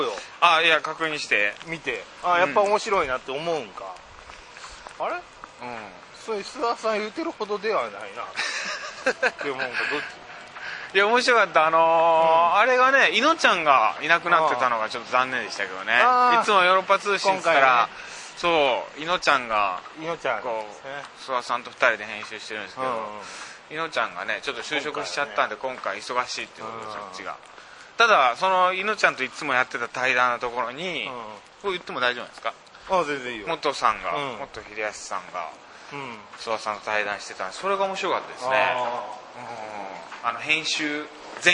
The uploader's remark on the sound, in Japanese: 今週は「月とスイートスポット」栗東公演が行われる劇場さきらからの帰り道に収録。